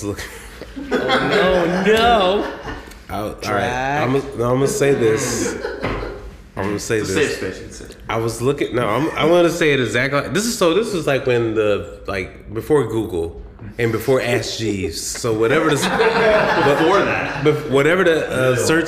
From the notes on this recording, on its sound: Recorded in front of a live audience for the first time.